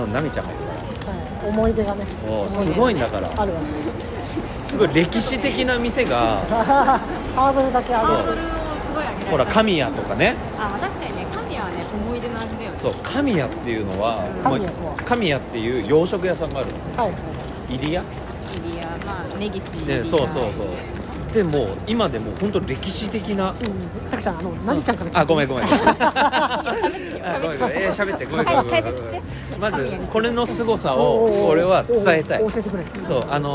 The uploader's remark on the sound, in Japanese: 新大久保から新宿まで、。3人で歩きながら語った。